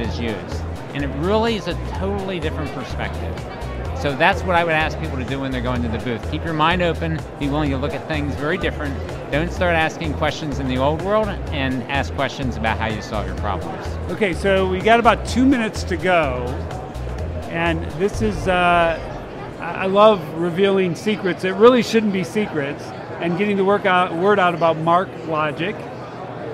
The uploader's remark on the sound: LIVE from #HIMSS16